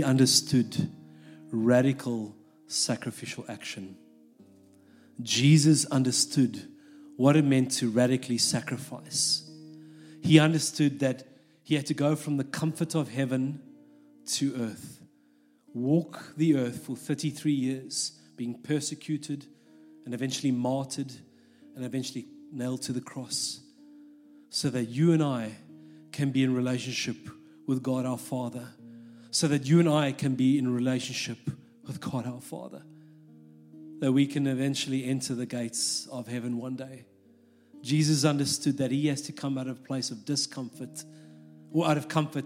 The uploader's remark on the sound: This message was recorded live at our Malmö Gathering on Sunday, November 19th, 2023. C3 Church Malmö & Lund.